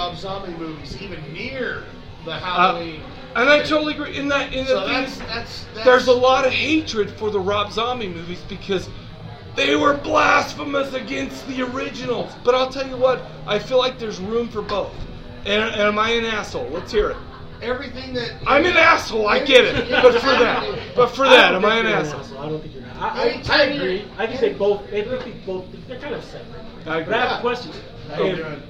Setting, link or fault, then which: setting, busy venue